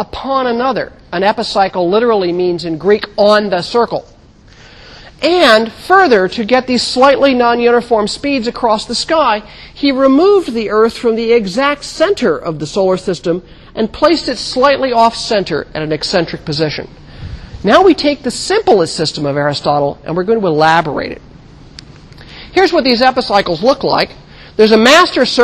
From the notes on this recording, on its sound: In 1000 McPherson Lab on the Columbus campus of The Ohio State University.